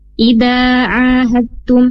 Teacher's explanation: Yang pertama, di kalimat Ida ahatum ini dal sukun bertemu dengan ta, tasdid hukumnya idgham mutajanisain. Jadi dalnya tidak dibaca jelas, langsung ke huruf ta.